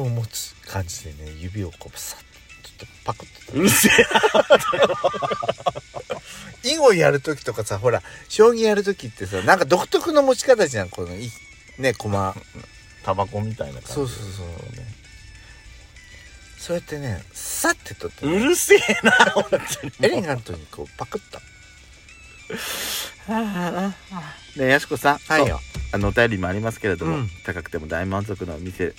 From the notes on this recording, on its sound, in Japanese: パーキング収録